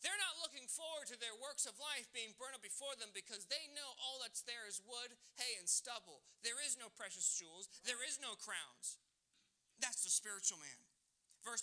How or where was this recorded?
large echoing room